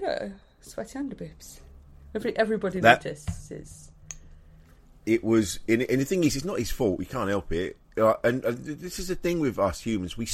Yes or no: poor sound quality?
no